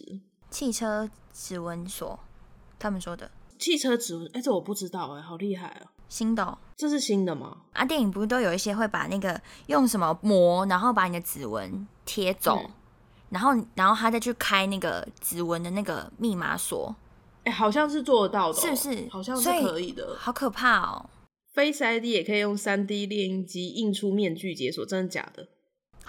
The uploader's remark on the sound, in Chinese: 直播節目會有一些現場音或不可抗力干擾請大家原諒我們QQ